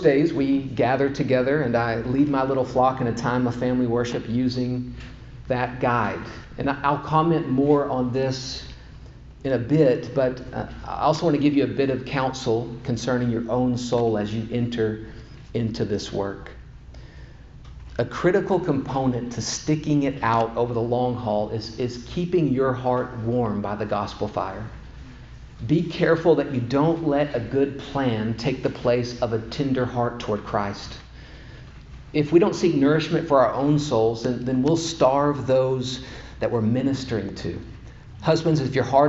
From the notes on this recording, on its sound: The first session of a four-part series delivered at Grace Bible Church of Conway in December of 2021.